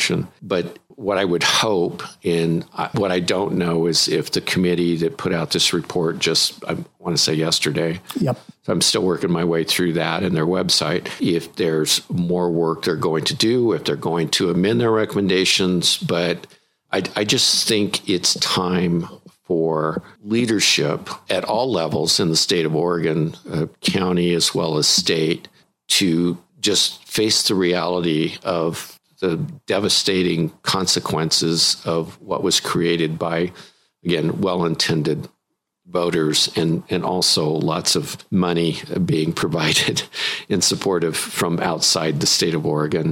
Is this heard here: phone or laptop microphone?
no